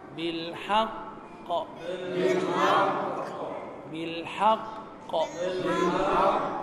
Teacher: ما تركن يا حاج على القاف ركنه كده بسيطه عشان الحرف مشدد · Term: القلقلة